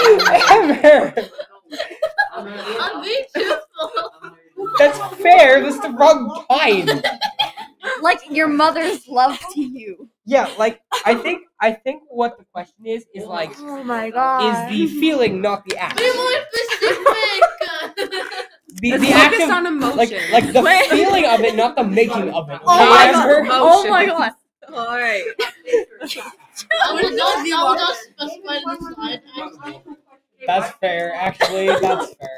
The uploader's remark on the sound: Just mostly messing around with the microphone. WARNING: Major volume spikes. Headphones users beware.